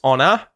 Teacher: we would pronounce the O U R at the end of the word honor as an uh sound in Australian English